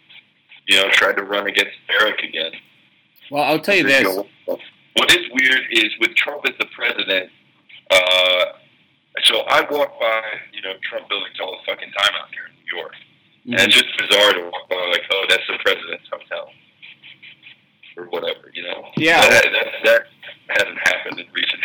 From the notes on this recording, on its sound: WARNING: EVEN POORER AUDIO QUALITY THAN NORMAL. Episode 26 should probably be lost to the sands of time due to its terrible audio quality.